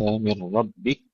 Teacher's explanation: عندما نقف على الكاف ننتبه أن نهمسها بدون تشديد، من ربك وليس من ربك، من ربك همس فقط بدون تشديد.